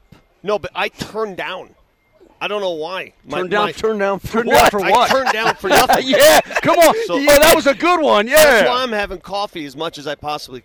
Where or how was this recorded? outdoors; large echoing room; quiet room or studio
outdoors